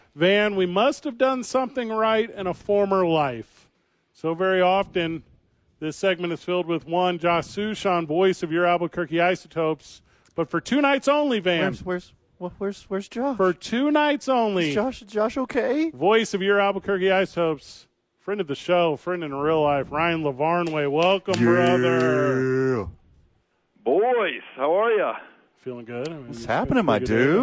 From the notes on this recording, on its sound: live from The Dukes Store